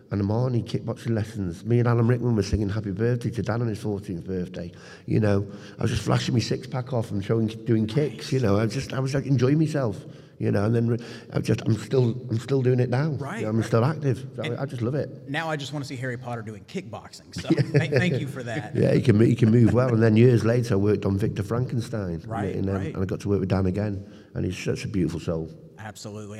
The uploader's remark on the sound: live on the ECPCTV Stage at ICCC 2023